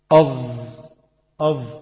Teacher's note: وارتفاع معظم اللسان يكون عند النطق بالطاء والصاد والضاد والظاء، ثم يكون أقل عند القاف، ثم يضعف عند الخاء والغين · Term: الاستعلاء